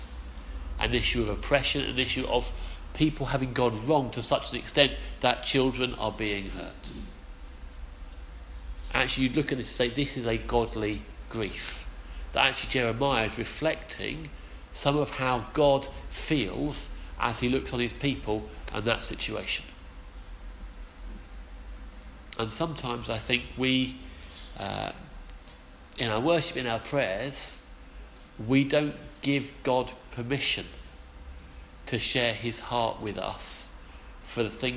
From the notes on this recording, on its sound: Our sermon from the 11am service